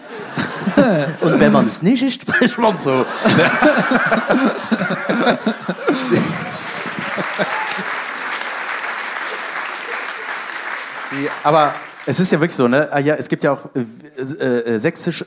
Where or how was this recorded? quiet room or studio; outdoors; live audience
live audience